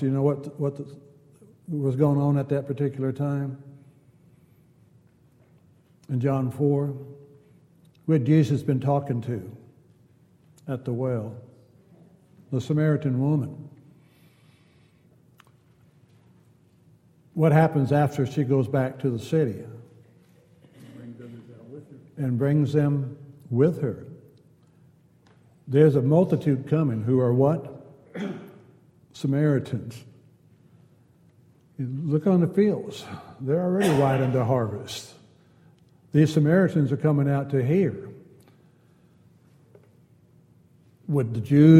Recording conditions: large echoing room